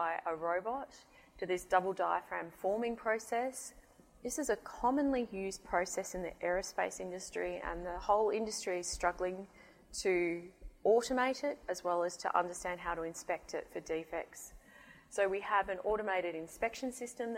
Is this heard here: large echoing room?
yes